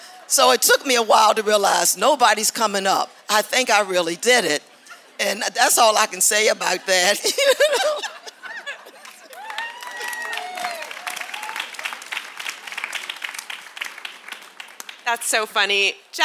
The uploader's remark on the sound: This is a special live recording of the Podium Pioneers Panel, which took place at the 2023 Boston Marathon Expo live stage.